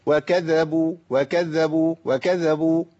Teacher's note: خففت الحرف المشدد، وده بيبقى كتير قوي في القرآن